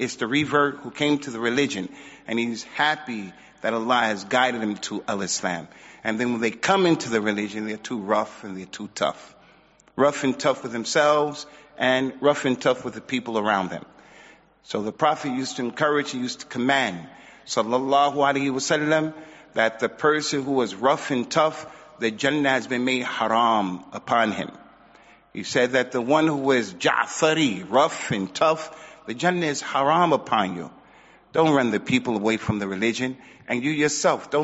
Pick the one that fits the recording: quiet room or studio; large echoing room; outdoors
large echoing room